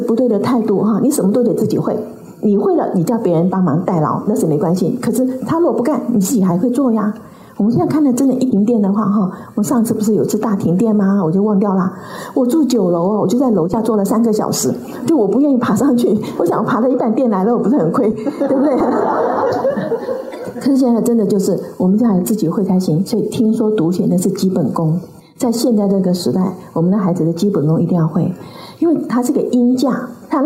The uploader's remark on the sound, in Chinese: 本集內容取自天下文化主辦的《如何跟上變化多端的世界》新書分享會現場錄音。